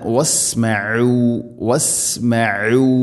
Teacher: ഐൻ തൊണ്ടയുടെ മധ്യഭാഗമാണ് മഖ്റജ് അഥവാ അക്ഷരം പുറപ്പെടുന്ന സ്ഥലം.